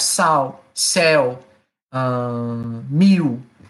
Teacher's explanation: it's not produced with a consonant L. It's produced with a vowel, and so it becomes a diphthong · Term: vocalized L